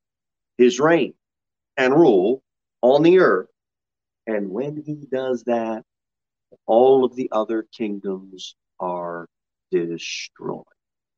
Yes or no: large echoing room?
yes